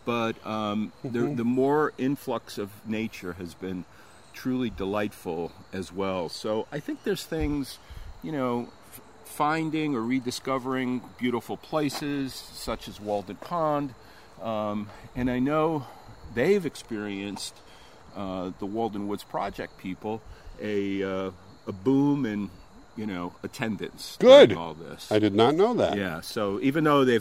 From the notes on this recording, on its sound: take a walk around Walden Pond